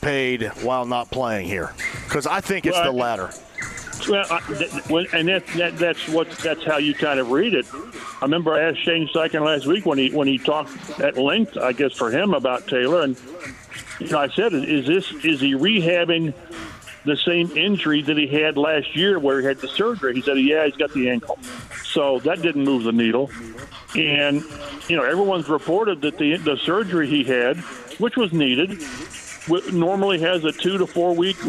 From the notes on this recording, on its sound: Live From The Indiana State Fair! Taking some calls from listeners of the show!